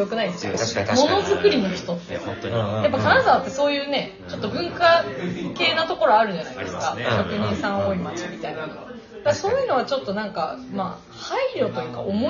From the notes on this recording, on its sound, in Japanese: 富山総曲輪のインキュベーション施設HATCHよりお届けしています。オープンスペースでの収録となり、雑音が入っておりますがご了承下さい。